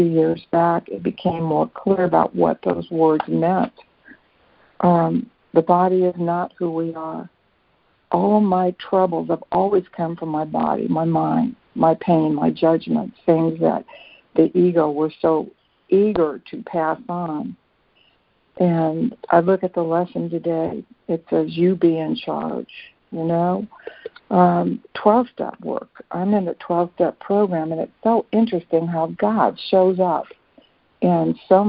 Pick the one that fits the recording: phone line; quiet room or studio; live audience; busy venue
phone line